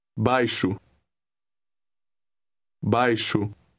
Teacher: The X in word 1 is pronounced sh.